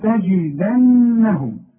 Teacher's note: خد بالك من النون اللي عليها الشده لازم تغني، وخد بالك من الجيم لازم تعطش